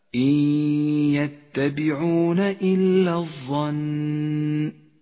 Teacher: بغنة في قوله تعالى إن يتبعون النون الساكنة وبعدها حرف الياء تدغم النون بالياء تسقط النون من اللفظ ولذلك هي رمادية اللون في مصحف التجويد إشارة إلى عدم نطقها · Term: الإدغام بغنة